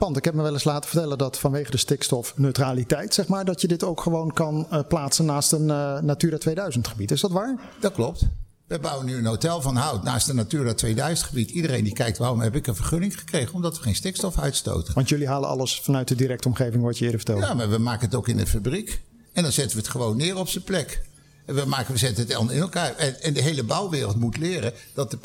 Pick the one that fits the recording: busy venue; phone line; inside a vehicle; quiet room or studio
busy venue